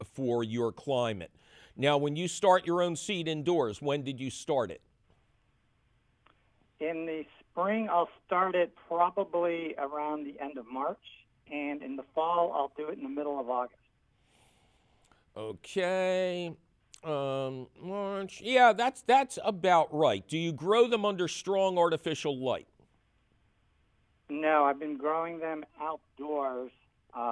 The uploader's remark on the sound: a heaping helping of your phone calls